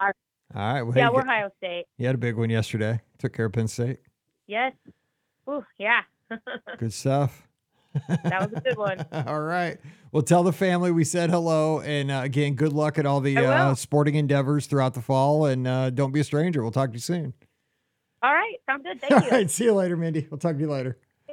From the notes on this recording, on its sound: This is the Live Call-in Show from this past Sunday night, October 22, 2023! Flying solo in the studio. Calls in LIVE from Epcot's World Showcase!